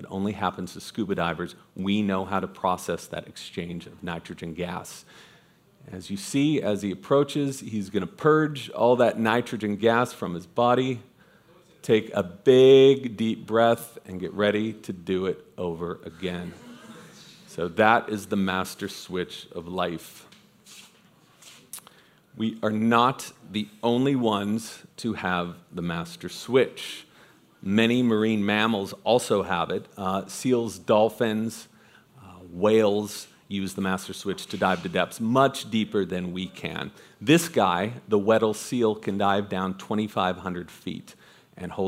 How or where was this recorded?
busy venue